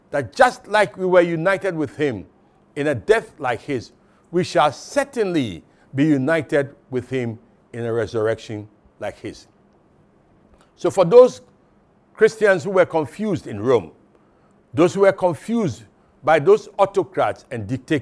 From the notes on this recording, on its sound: Sermon preached at CBC Shiashie Campus